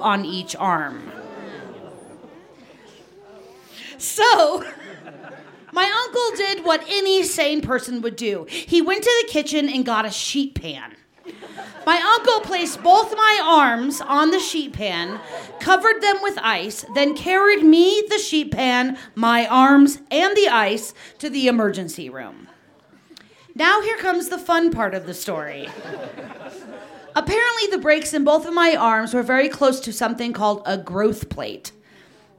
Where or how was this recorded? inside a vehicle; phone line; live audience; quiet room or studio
live audience